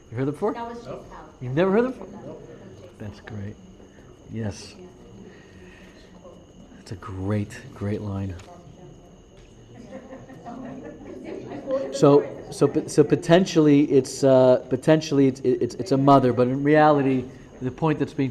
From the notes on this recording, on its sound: Live, Parkland Florida.